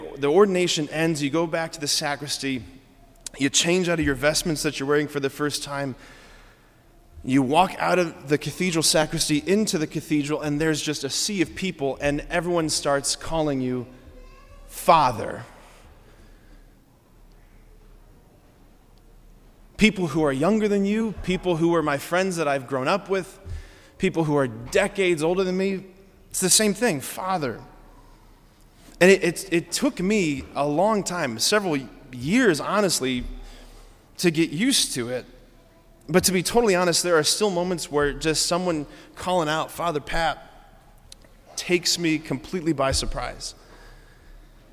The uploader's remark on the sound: preached this homily on November 5, 2023 at Sacred Heart of Jesus Catholic Church in Wadsworth, OH.